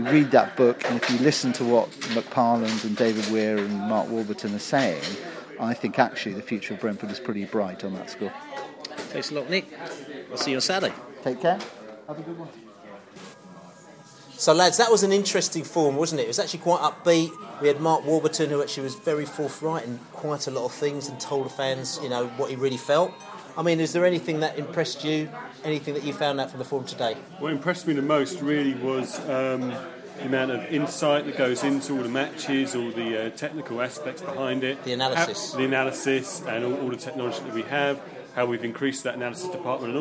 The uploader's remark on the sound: field questions from the fans at the 2014 Brentford fans forum